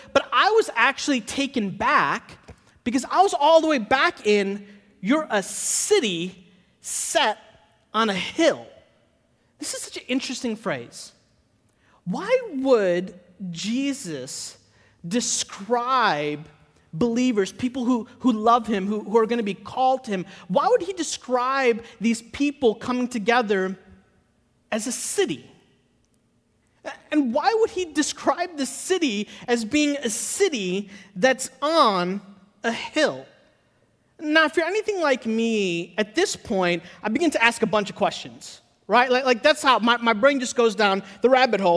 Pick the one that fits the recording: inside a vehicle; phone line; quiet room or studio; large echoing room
large echoing room